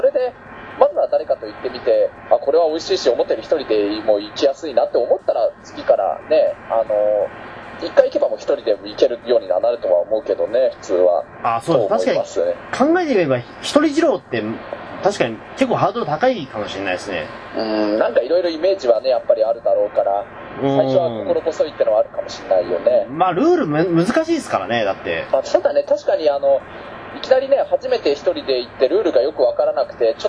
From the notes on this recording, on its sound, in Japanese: 今回録画失敗で音質が若干悪いです